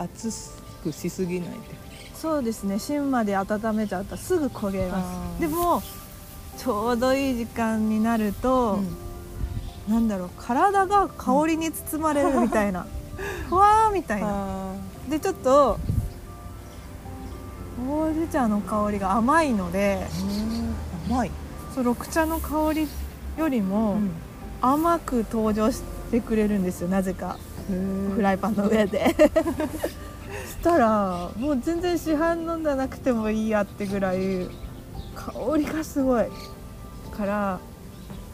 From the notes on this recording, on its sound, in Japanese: ピクニック収録、鳥も参加。課外活動でサンドイッチ食べながらピクニックして収録しました。